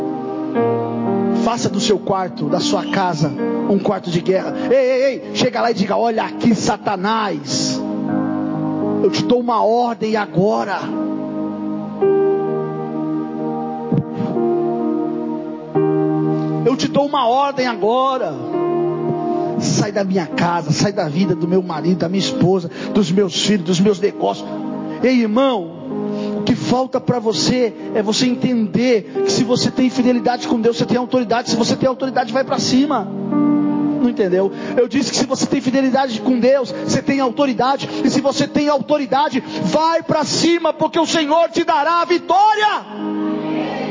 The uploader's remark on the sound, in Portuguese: Mensagem gravada em 07/01/2024 - Culto da Família.